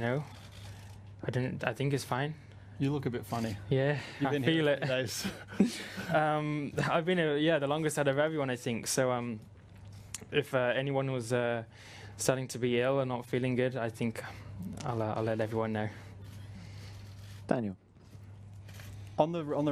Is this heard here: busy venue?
yes